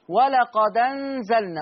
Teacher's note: لما تلاقي حرف عليه راس حاء صغيرة ورا منها الهمزة، شيل الهمزة وخد الحركة اللي فوقيها حطها على الدال فتقرأ ولقد أنزلنا